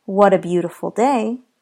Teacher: when the T is at the end of the word, but followed by a vowel sound, such as in what a beautiful day, we still hear the soft D